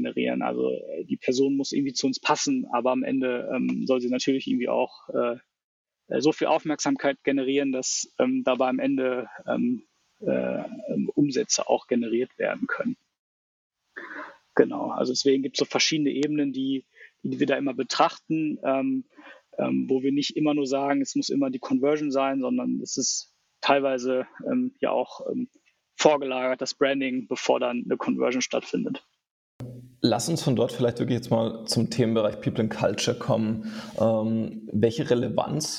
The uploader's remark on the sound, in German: bei der Aufnahme in Portugal und ich mich auf unserer Office-Baustelle.